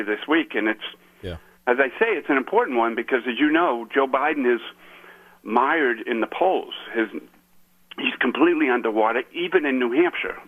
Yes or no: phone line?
yes